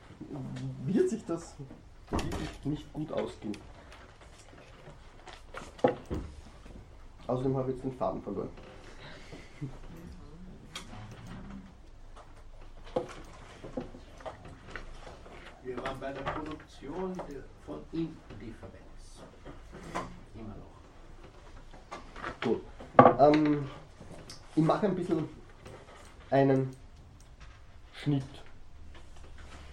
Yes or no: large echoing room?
yes